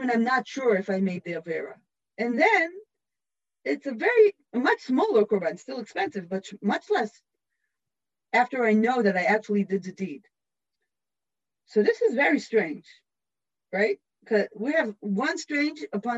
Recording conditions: video call